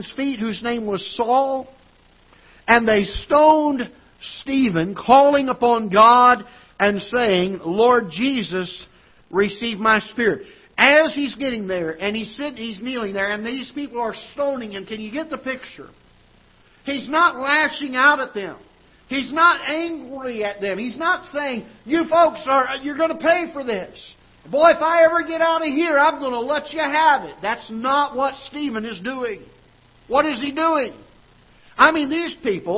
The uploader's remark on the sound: Ketha Heights Baptist Church ~ Live Broadcast